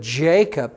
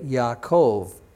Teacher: In Hebrew, that J sound is really a Y sound. · Shown in: second take · So instead of Jacob, you would say Yaakov.